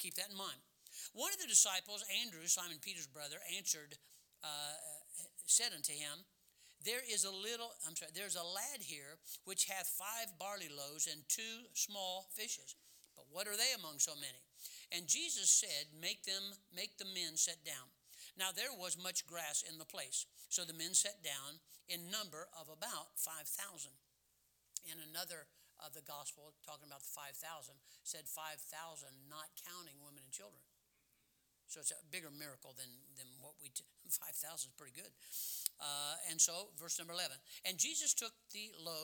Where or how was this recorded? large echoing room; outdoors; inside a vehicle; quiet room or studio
large echoing room